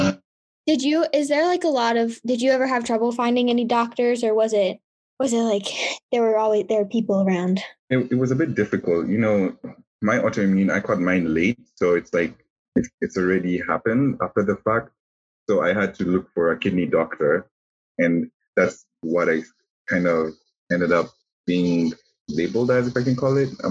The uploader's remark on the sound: Apologies in advance for the background noise, we had to record over zoom due to distance!